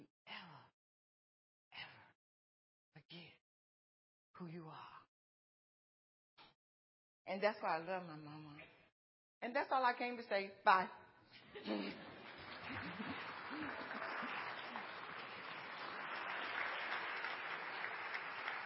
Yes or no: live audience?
yes